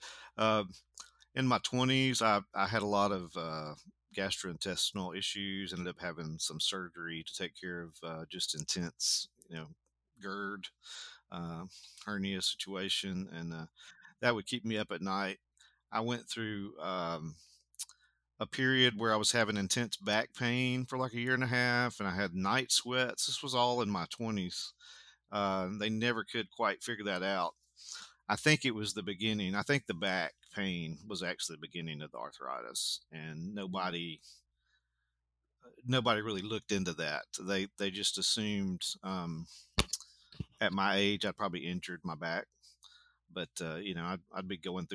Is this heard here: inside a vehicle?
no